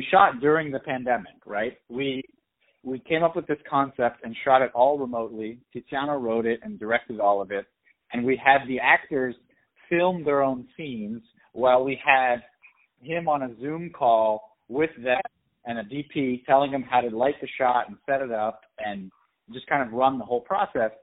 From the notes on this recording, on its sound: On the phone